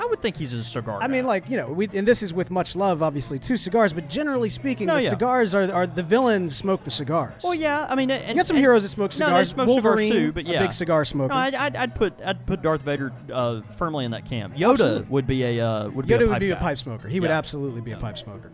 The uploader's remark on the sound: This episode was broadcast live from The Cigar Factory in the New Orleans French Quarter!